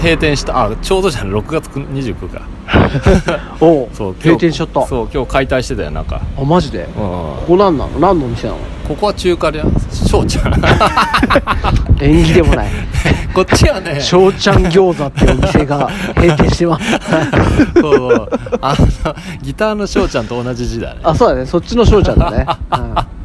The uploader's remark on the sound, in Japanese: 天王台駅周辺散策回。外の雑音が入ってます。天王台駅前から。